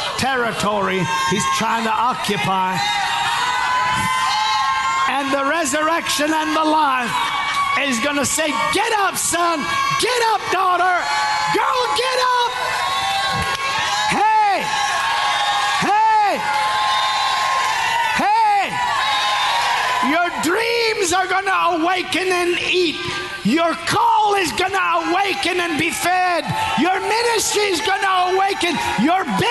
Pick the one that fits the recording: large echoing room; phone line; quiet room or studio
large echoing room